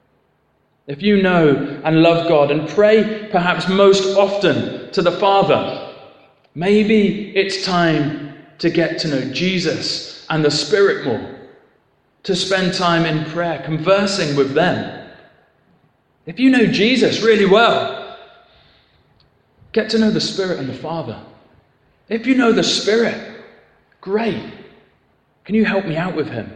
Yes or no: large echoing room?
yes